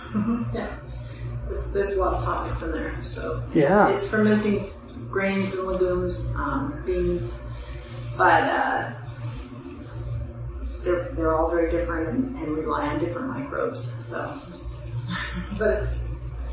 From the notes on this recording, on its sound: While, in certain spots, this episode is difficult to hear. After finishing up, I realized that my microphone was not fully plugged in to my recording device. What we ended up with was subpar audio.